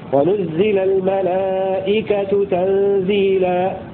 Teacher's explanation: وقرأ غيره بنون واحدة وتشديد الزاي وفتح اللام على أنه فعل ماض مبني للمجهول ورفع تاء الملائكة على أنه نائب فاعل.